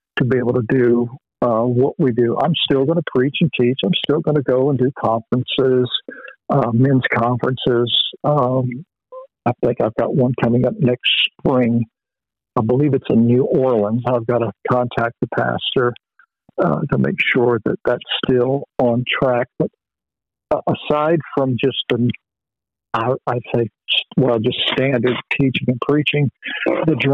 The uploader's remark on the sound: Phone Interview